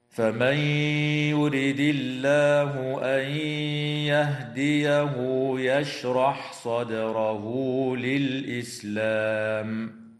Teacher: وتقلقل الدال في كلمة صدره، وتظهر لام التعريف في كلمة للإسلام، ويجوز الوقف على قوله تعالى يشرح صدره للإسلام من قبيل الوقف الكافي.